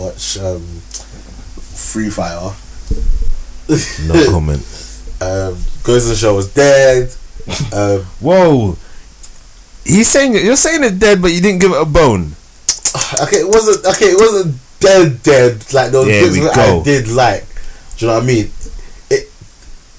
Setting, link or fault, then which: fault, poor sound quality